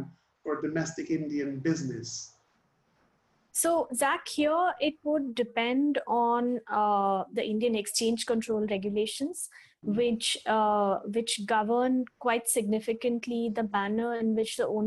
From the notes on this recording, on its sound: Webinar audio recording dated 2 Sep 2020.